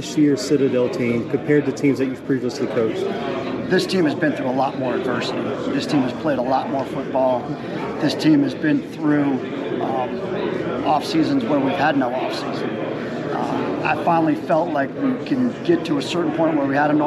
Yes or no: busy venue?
yes